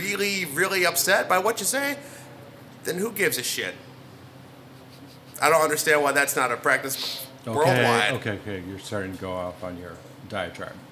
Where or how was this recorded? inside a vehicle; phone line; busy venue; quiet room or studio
busy venue